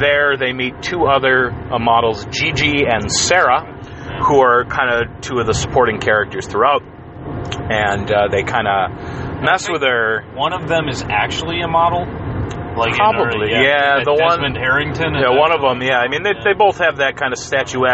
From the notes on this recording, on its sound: On their way back from Cleveland. Riff in the car. In the first Vomit off the Cuff mobile edition. Only 2 of us were in the car.